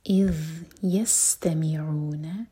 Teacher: ذال کو زا کی طرح نہیں پڑنا ذال کے لئے ہماری زبان سامنے والے دانتوں کو ٹچ کرے گی